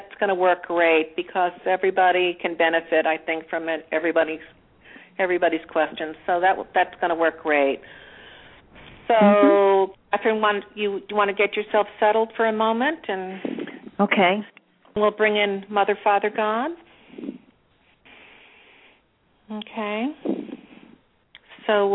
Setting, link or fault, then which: link, phone line